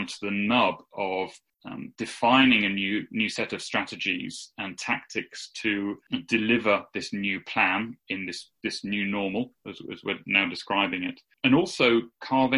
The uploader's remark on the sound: Sat down on either side of a Zoom link.